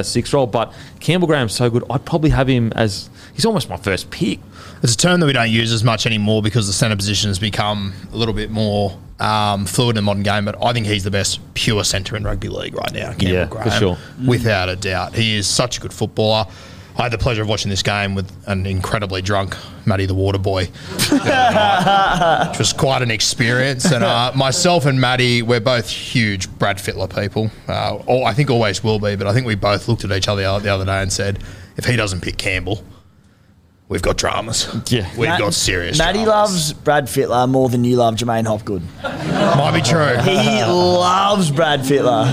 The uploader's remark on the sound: in front of our live audience